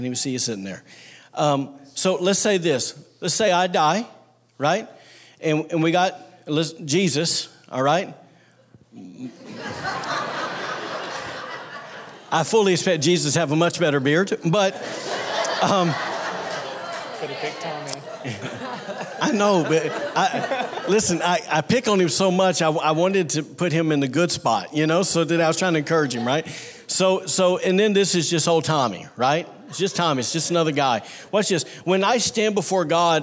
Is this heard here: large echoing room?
yes